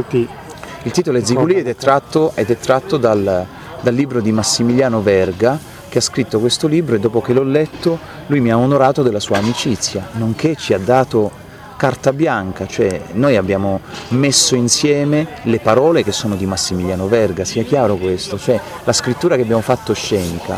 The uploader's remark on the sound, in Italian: Interviste registrate con quattro grandi artisti ad Antiche Mura e Luoghi Comuni Festival al campo della Marta di Cittadella. Diretti da Teatro Bresci che ringrazio di cuore per aver ospitato Radio Cooperativa come Radio ufficiale dei Festival.